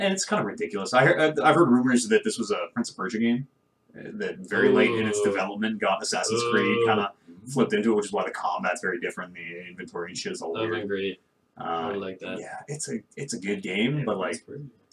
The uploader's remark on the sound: The One Where the Mics Didn't Work. The One Where the Mics Didn’t Work. Something went horribly wrong with this podcast. It sounds just awful.